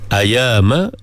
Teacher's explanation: Dia duduk atas alif. Ayama, ya dua harakah, ma dua harakah